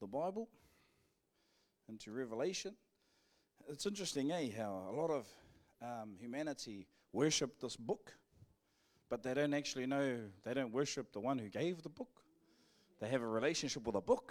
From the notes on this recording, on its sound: Live from IwiTapu Destiny Church Hawkes Bay.